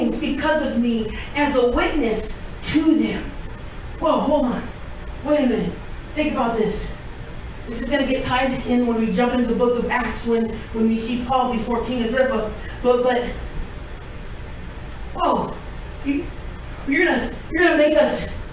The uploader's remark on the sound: We apologize for the audio.